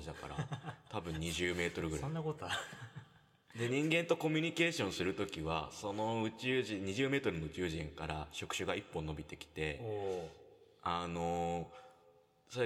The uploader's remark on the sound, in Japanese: 全編エコーがかかっていますが